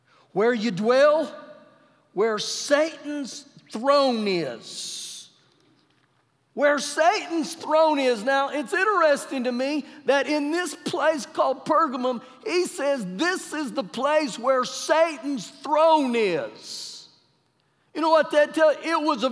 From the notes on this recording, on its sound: Recorded live during our Wednesday night service